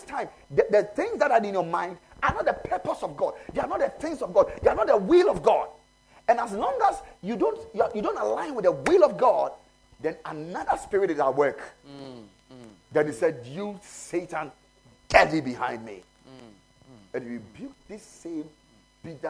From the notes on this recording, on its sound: Preached at the Ekklesia Campus.